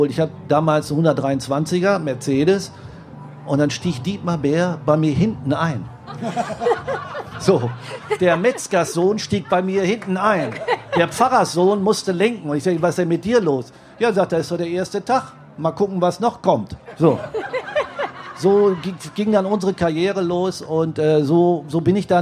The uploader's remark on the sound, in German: live vom ZFR